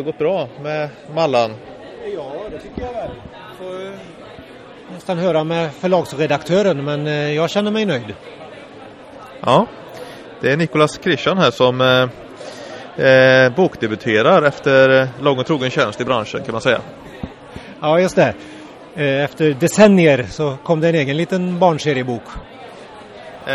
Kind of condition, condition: setting, busy venue